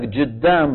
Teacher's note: من التغييرات العامية قلبها جيم، بيقول لك جدام بدل قدام.